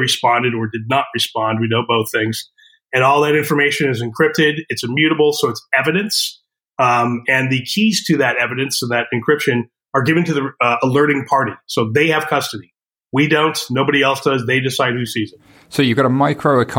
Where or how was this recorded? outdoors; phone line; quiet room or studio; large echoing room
quiet room or studio